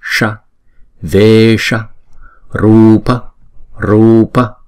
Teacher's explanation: chữ s này chúng ta phải cong lưỡi lại và búng ra. Sa, vesha, rupa, rupa, dha rini, dha rini.